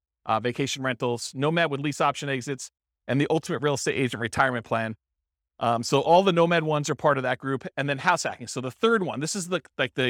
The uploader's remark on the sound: This was a live class recorded.